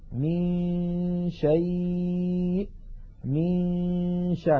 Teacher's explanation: من الميم ننتقل إلى مخرج الشين وننطق غنة من الخيشوم فإذا انتهى زمن تلك الغنة نطقنا الشين.